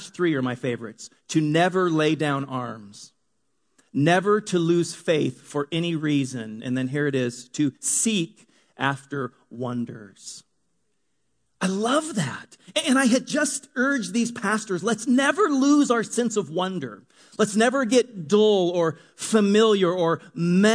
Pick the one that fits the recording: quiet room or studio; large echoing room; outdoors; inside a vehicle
large echoing room